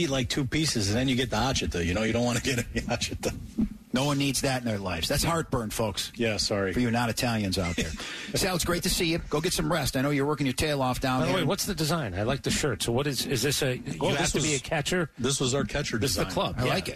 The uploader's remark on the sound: live from Atlanta Braves Spring Training